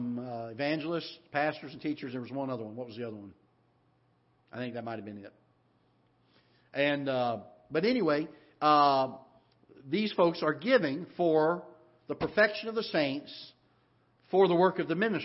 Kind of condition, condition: setting, large echoing room